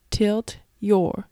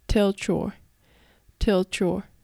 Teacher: 発音の注意点は tilt your がつながって tilt your tilt your となるところ